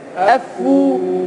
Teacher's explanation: فاء مشددة بالضم مع مد بالواو